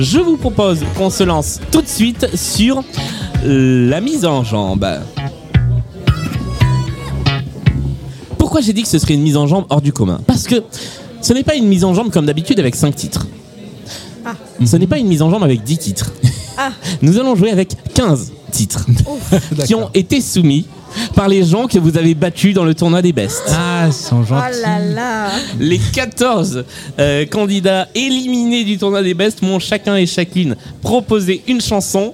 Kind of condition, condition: setting, live audience